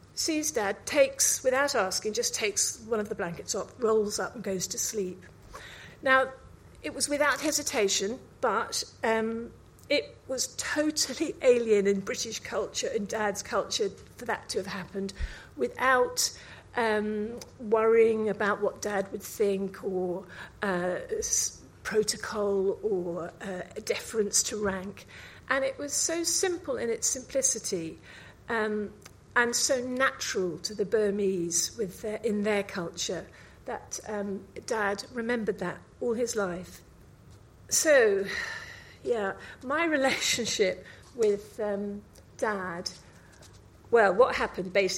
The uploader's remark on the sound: Recorded live at 5x15 Bristol in March 2017